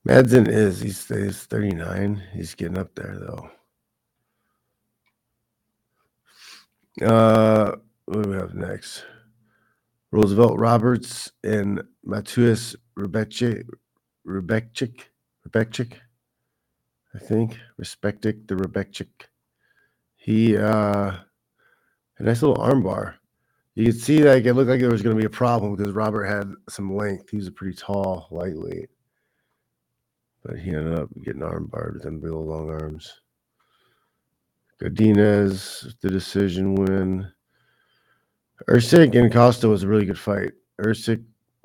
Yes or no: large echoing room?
no